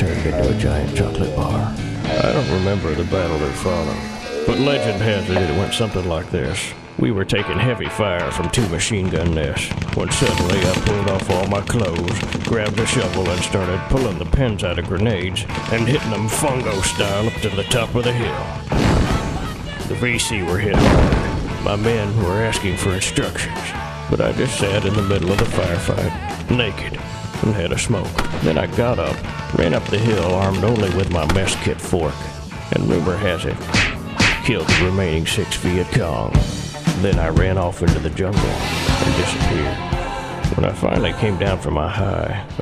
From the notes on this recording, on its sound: Prank Phone Calls Collection